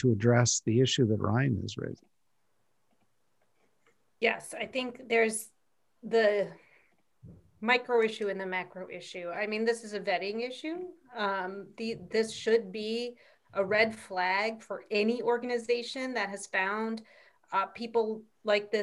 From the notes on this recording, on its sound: We conducted a webinar. Our listeners asked them questions.